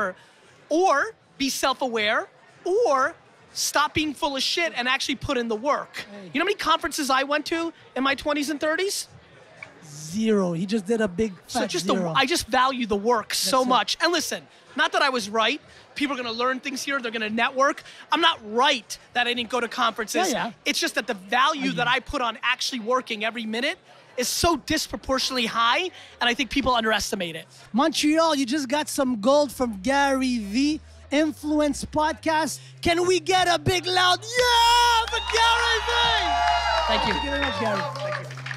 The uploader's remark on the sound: An Interview On The Influence Podcast at Influence MTL